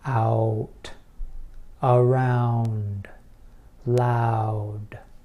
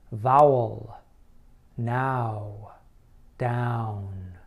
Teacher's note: Your tongue needs to move a lot when you make the ow sound. It should begin in a low, central position in your mouth, and then move to a high, back position. · IPA: /aʊ/